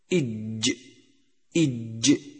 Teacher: الجهر، فلا يجري النفس عند النطق به